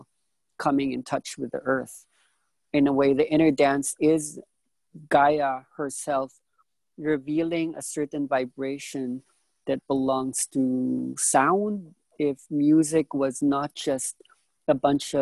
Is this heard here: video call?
yes